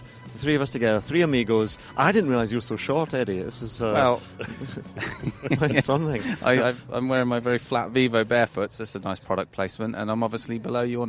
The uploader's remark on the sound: The inaugural in-person pod. Together at the BMW PGA Championship at Wentworth for the pro-am day, recording the show in between the first tee and the practice putting green.